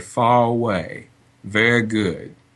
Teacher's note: they'll do no rhoticity anywhere but they won't do linking R